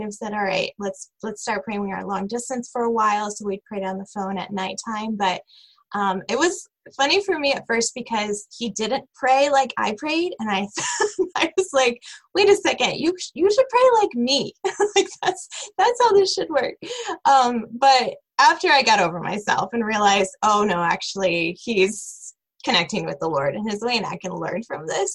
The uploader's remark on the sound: This special episode of the Springs in the Desert Podcast was recorded as part of our Advent virtual mini-retreat. Several members of our team got together to talk about their experiences.